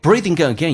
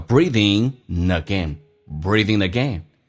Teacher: G 去掉用 n 进行连音叫 breathing again